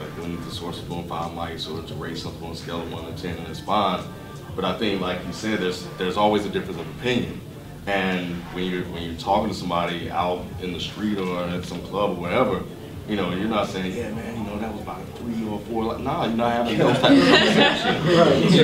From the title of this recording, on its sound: DEHH Live Panel Discussion